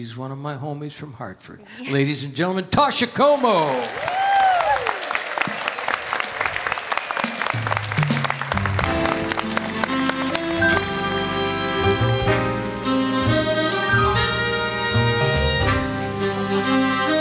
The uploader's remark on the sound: Live at the South Point Casino